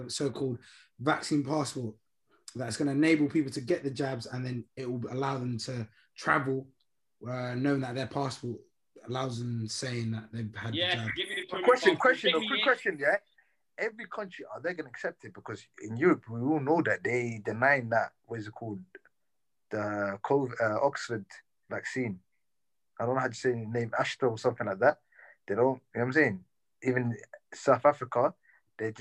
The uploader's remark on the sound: As quarantine continues the Zoom talk continues.